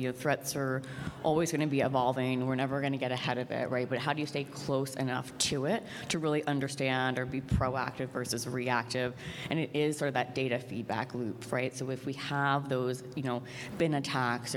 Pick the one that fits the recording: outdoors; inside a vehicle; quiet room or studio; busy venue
busy venue